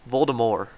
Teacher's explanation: you don't pronounce a T on the end because it's French